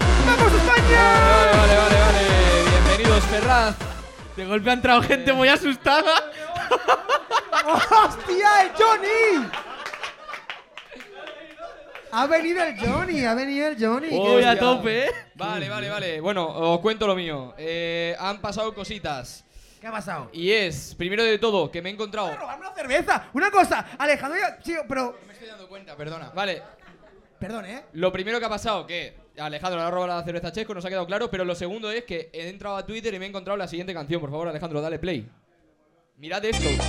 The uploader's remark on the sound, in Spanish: LIVE en THE 1916 IRISH PUB